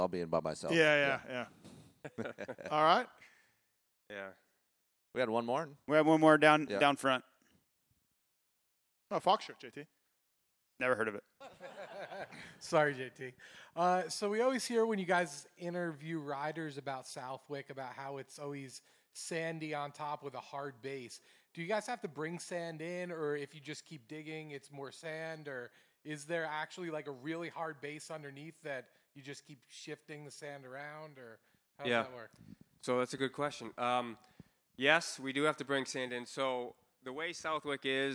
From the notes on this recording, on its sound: LIVE Pulpmx Show from Foxboro. Coming from the Marilyn Rodham Theater in Foxboro MA. Do a Fly Racing/Yamaha live podcast show.